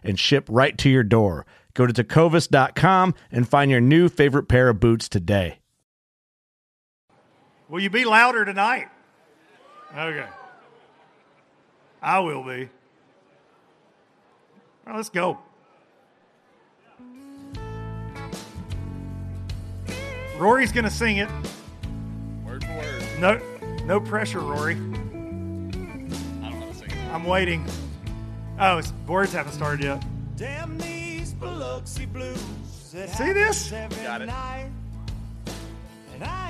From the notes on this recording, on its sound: Xpress Boats at the Bassmaster Classic! LIVE from the Bassmaster Classic. From the Xpress Boats booth from a brand new H18!